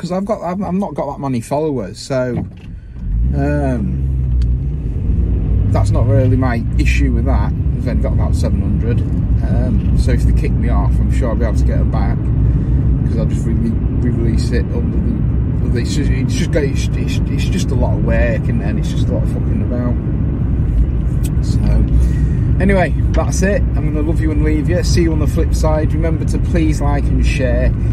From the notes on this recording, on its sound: CarCast